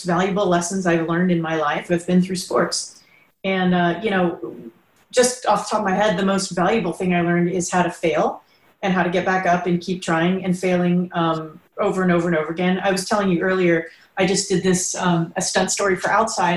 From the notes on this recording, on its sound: via Zoom